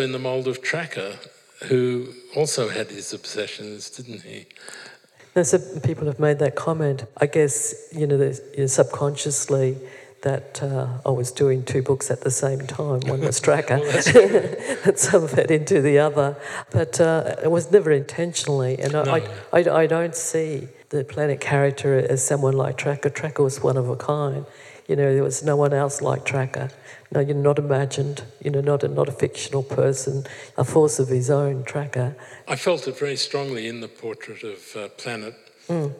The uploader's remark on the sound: This episode features a live event recording